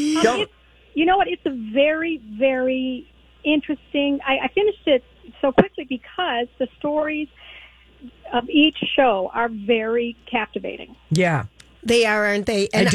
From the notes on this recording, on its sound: Mytalkers call